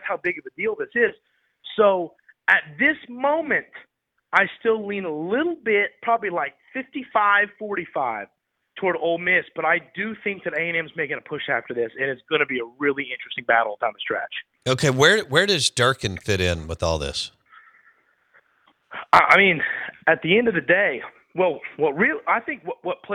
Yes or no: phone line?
yes